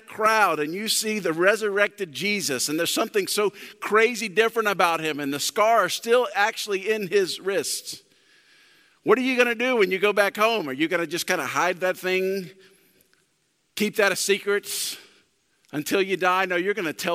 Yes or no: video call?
no